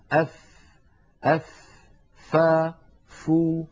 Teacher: الفاء كما تلاحظون يتدفق معها الهواء، فهي حرف مهموس